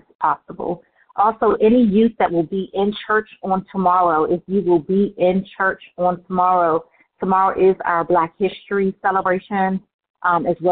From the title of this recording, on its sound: Conference Call